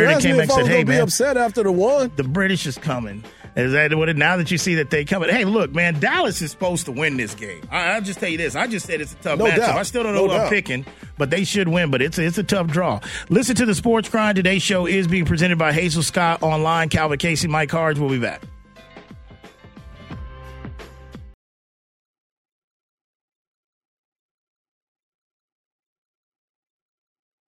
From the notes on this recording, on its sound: Throughout the hour, the guys take to the phone lines to hear from the listeners.